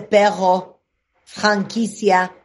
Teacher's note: No puede pronunciar la doble R, entonces te dice perro, franquicia, como si hablaran francés.